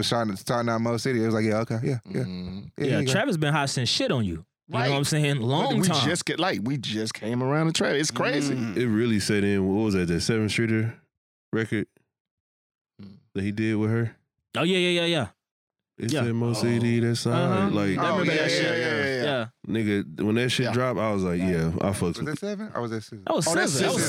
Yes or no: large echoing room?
no